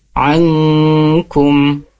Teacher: nun sukun bertemu kaf, yaitu hukumnya ikhfa. Jadi dibacanya samar disertai dengan dengung ya. Ankum, tidak ankum ya.